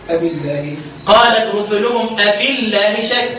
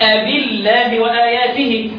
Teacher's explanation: اذا وقع لفظ الجلاله بعد كسره يرققها يرقق لام لفظ الجلال · Term: الترقيق